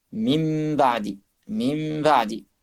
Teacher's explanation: quand il y a un ba, il se transforme en mim. · Term: Iqlab